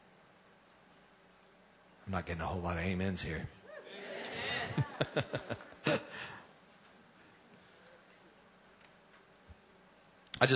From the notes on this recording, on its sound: Recorded Live at Vineyard Church of Kenner.